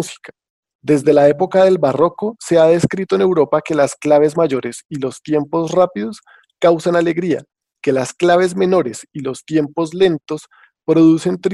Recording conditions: video call